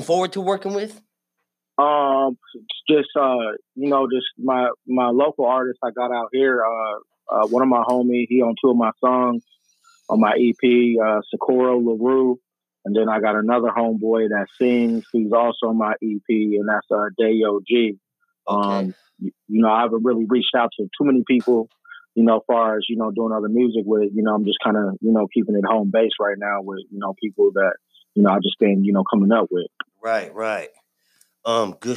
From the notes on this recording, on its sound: IN THE SMOKERS LOUNGE. TAPS IN ON THE PHONE TO TALK NEW MUSIC (E.P) FROM ARIZONA.